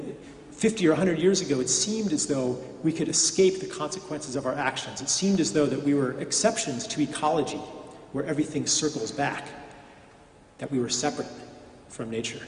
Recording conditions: live audience